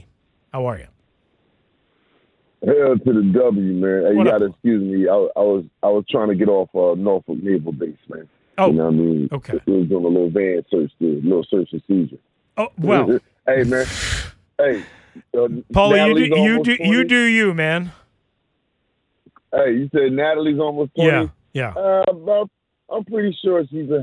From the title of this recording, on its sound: Closing out your calls